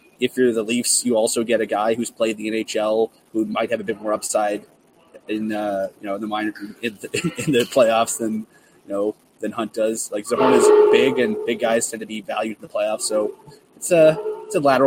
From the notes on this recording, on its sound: live from the Dome